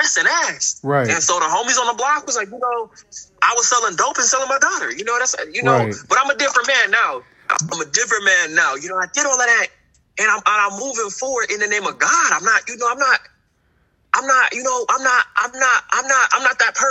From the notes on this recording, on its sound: interviewing a prisoner straight from prison on his mobile phone